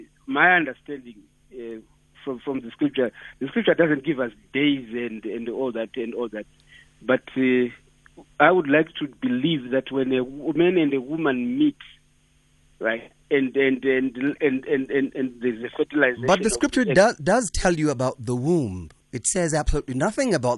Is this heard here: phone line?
yes